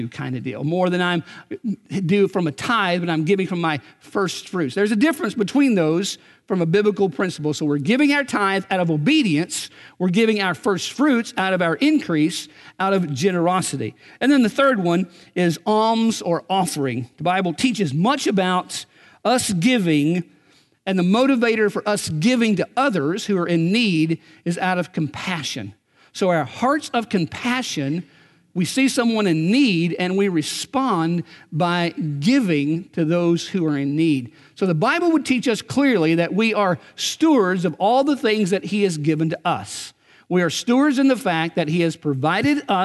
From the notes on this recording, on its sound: Recorded on February 17, 2019 at Graceland Baptist Church in New Albany, Indiana.